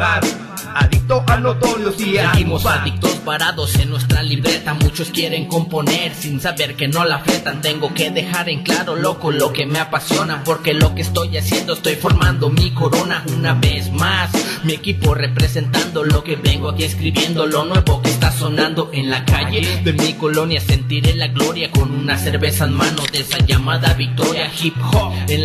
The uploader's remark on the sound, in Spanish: Sala VIP. En vivo desde la FIL.